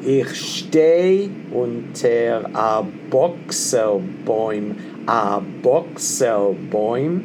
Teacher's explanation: Unter is really accented on the first syllable, but because the music pushes us the other way, you have to accent it a little bit on the other. But the real stress in the sentence is on stay and book